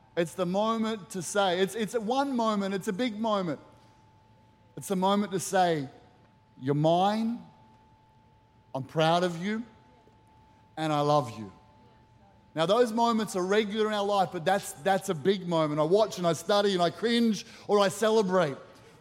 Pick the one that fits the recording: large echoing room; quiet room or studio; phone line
large echoing room